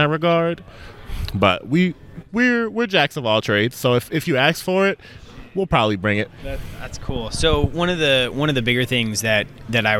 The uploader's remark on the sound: onsite at the PWR Southbend Conference